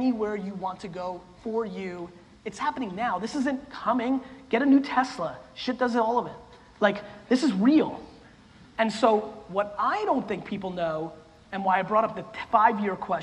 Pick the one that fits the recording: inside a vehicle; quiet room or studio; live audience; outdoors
live audience